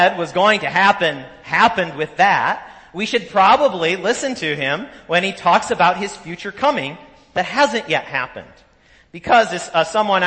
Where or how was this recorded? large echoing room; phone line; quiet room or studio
large echoing room